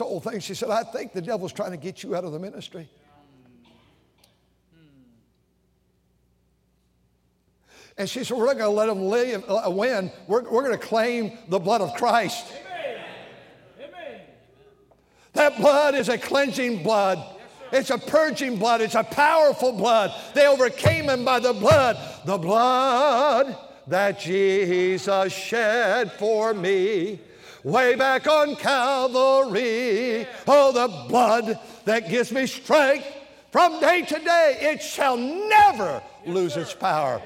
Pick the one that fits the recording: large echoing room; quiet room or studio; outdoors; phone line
large echoing room